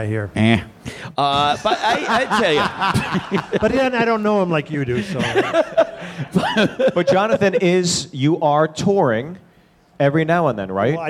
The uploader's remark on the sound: Live at the ATC Comedy Festival in Phoenix, AZ.